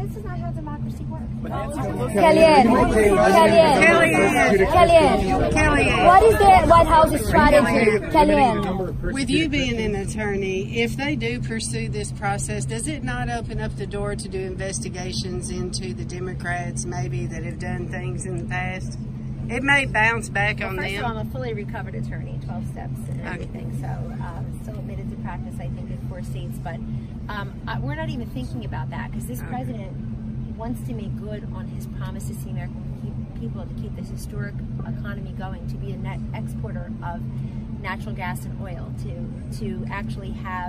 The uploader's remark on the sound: Press Conference at the White House